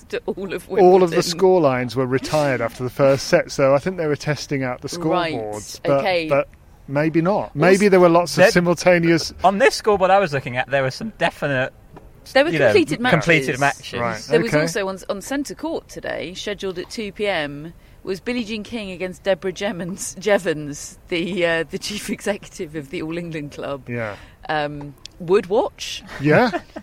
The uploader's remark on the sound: Live from Wimbledon - Media Day